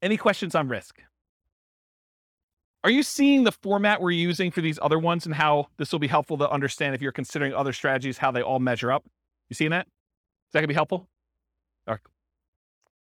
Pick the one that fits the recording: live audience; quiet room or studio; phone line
live audience